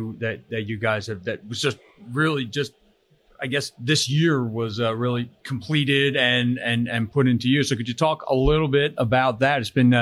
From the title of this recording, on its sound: Live at FDIC